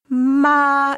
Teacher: As a matter of fact, if you take the first tone, ma, it's a flat tone. It's really sung. Yeah. Compared with English speech, it's really more like song.